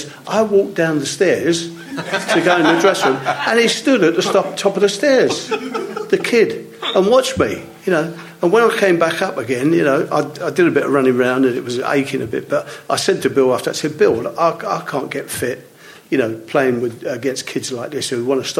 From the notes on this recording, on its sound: live for Spurs Show Season Ticket holders (and Plus One's) from The Albany on Great Portland Street!